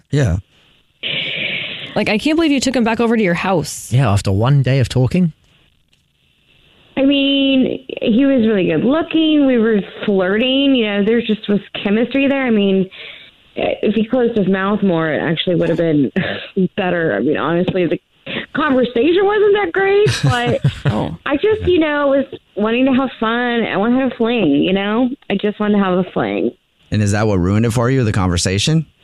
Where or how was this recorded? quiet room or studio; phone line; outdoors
phone line